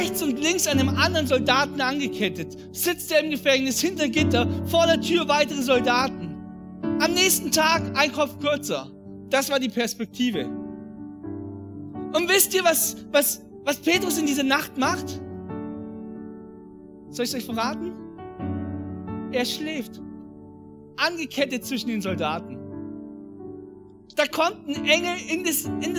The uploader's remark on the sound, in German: an Heiligabend 2022 in der Life Church Ansbach